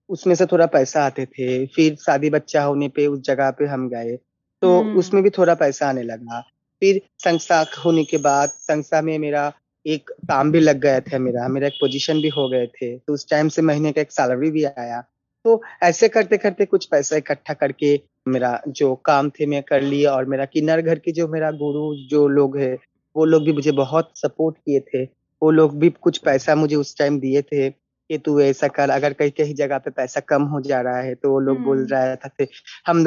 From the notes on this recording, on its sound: This conversation was recorded over Zoom.